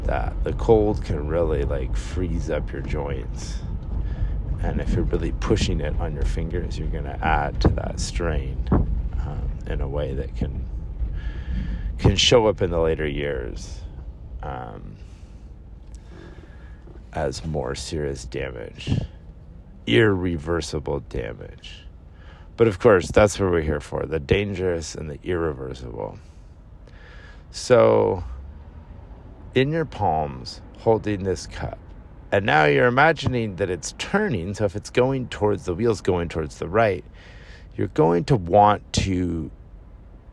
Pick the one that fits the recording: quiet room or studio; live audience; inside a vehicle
inside a vehicle